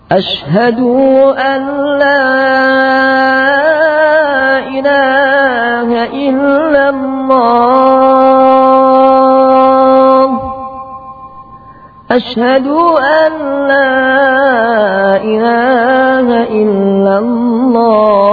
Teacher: Berikutnya memanjangkan dal sehingga menjadi ashadu alla